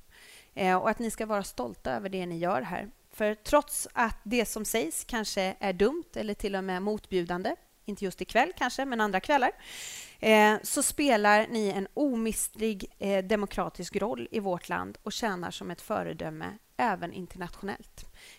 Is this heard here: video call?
no